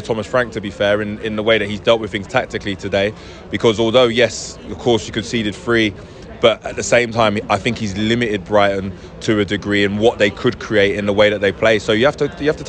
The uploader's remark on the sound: Post-Match Podcast from The Stands. We spoke to Bees fans and Brighton fans in the stands and the pub after the match.